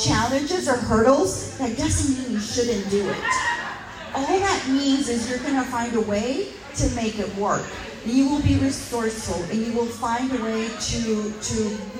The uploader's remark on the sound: LIVE from the Houston Hotties Social Hour Panel